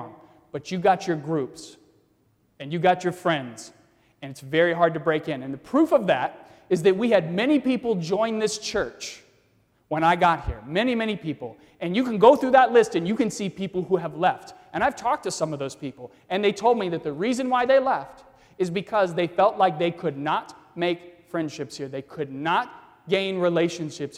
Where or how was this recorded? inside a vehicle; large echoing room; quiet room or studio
large echoing room